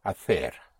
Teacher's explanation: See before E and I, like hacer in Madrid and Castilian Spanish is pronounced like a TH, like an English TH · Term: TH sound